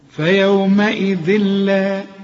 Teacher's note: طب وعند الوصل هي فيومئذ إذن، تنوين وبعد لام، اللام من حروف الإدغام، تنوين وبعد لام، إدغام كامل بس بدون غنة. فيومئذ لا، اوعى تقول لي فيومئذ لا، لا، حتى لو اللام عليها الشد ما تغنهاش.